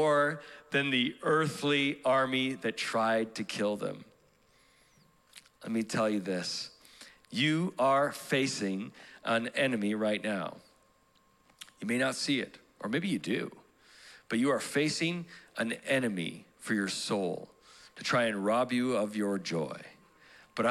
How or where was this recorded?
large echoing room